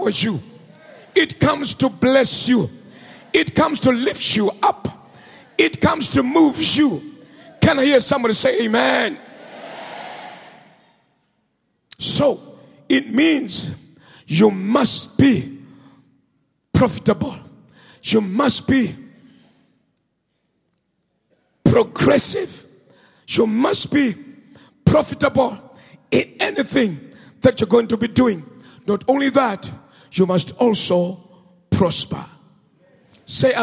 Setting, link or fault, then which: setting, large echoing room